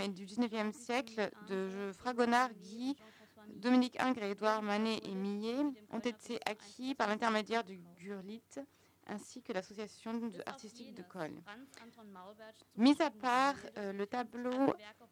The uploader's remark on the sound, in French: Enregistrée le 3 juin 2016 dans le cadre du colloque « Patrimoines spoliés.